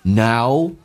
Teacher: 先发 E 再发 U,下巴调到极限再往前推再往上定位成 U 这个发音 O,体验一下 Now,美式发音比较的饱满一点。